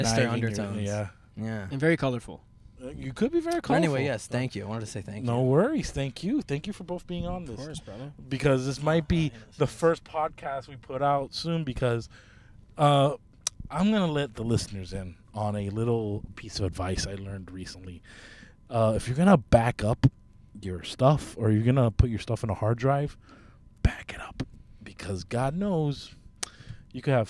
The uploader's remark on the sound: We are in the car. Recorded at Thank You Miami.